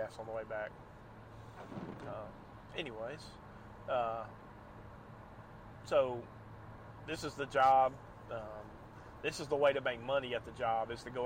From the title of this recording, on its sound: Night. Rain. Driving.